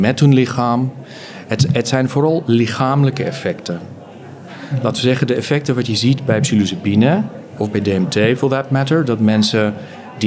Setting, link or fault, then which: setting, busy venue